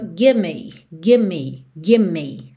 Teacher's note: Ou seja, você nem chega a fazer o V mesmo.